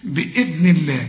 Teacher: الذال بنطلع لسان فيها